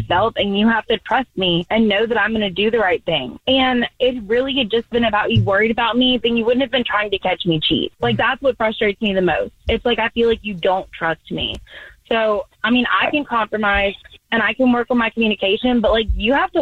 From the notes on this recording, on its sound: A listener on the phone who called in thinks she may be.